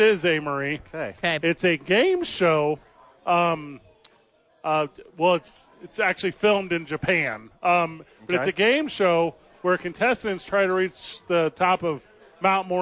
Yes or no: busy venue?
yes